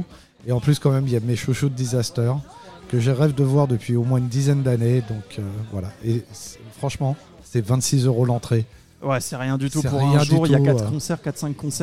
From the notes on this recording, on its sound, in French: Le podcast Rock et Metal hebdomadaire de la plateforme SVOD THE PIT et Gérard Drouot Productions, enregistré et diffusé en direct dans le bar parisien Hellfest Corner.